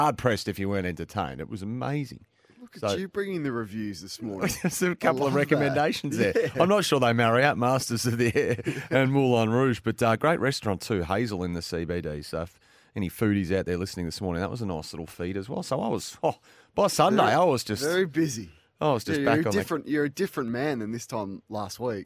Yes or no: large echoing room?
no